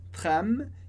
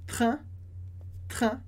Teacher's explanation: a gente fecha a boca, os dois lábios se encostam, tem um som de M · Shown in: first take